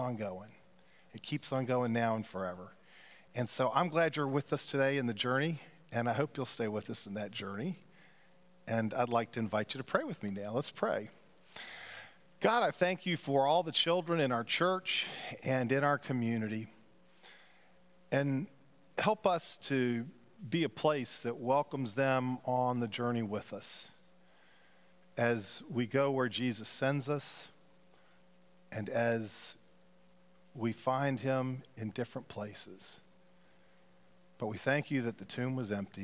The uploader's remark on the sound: Pender UMC Contemporary Worship Easter Sunday April 9, 2023 at 11:15 am